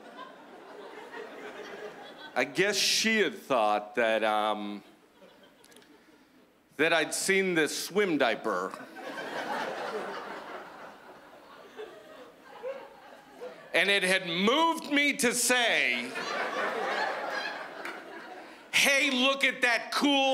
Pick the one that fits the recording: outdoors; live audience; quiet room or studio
live audience